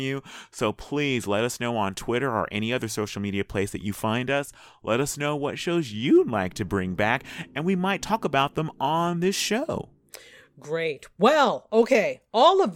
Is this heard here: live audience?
no